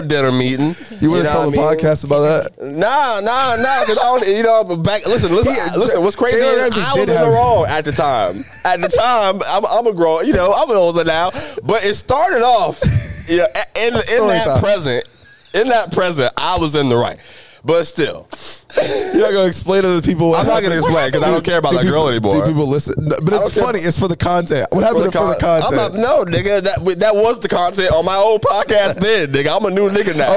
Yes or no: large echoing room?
no